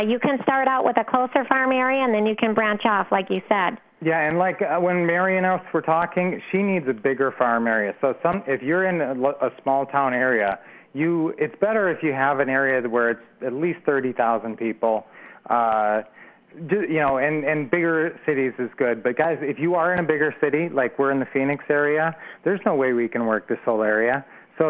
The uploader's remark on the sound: Q&A Call.